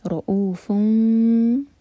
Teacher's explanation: اس کے بعد رؤوفن تھا یہ کیونکہ با آگے آ رہا ہے تو اقلاب کے لیے میم لگی ہے وہاں پر. رؤوفن تو میم پر ٹائم دیں گے دو سیکنڈز کا اور ہوٹوں کو ٹائٹ بند نہیں کریں گے